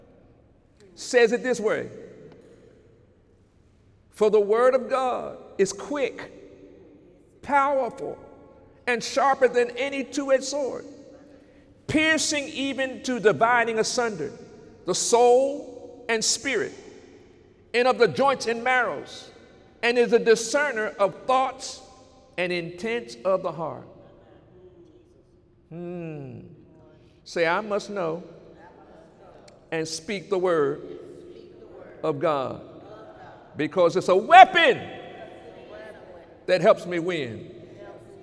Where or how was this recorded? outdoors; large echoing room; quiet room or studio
large echoing room